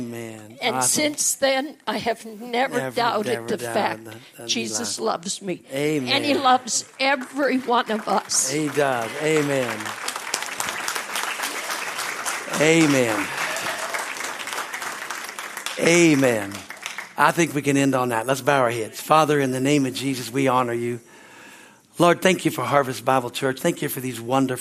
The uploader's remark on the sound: at Harvest Bible Church in Stockton, CA.